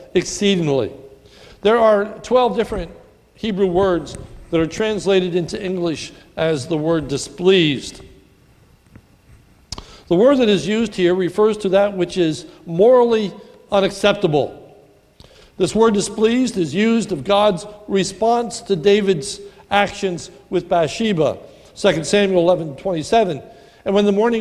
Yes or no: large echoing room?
yes